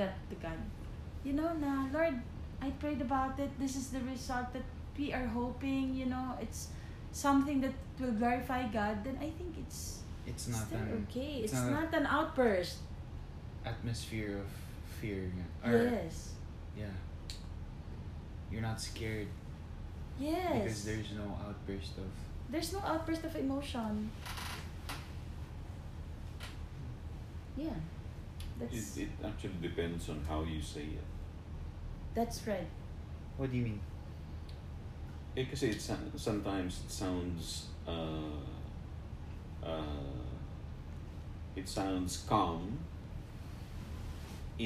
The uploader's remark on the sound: I hope the audio is better on your end